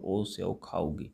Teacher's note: You can also notice there's no nasal sound when we use O.